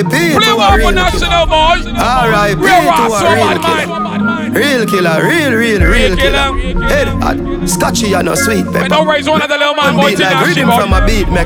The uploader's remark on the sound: BDAY PARTY LIVE AUDIO